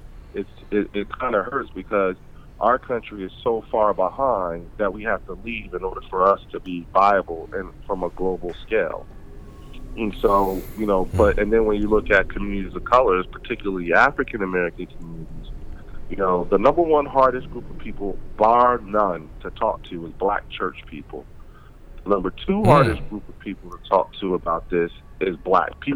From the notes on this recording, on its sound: Joined on the phone. Phone is whack.